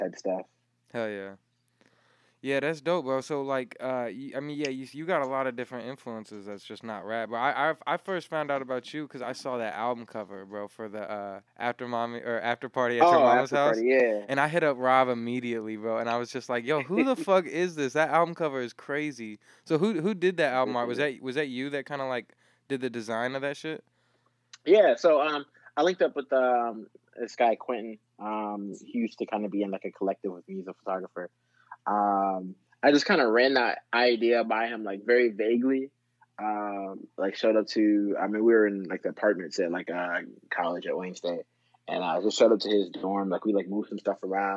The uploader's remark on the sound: Another phone-call interview with a talented guy out of Detroit.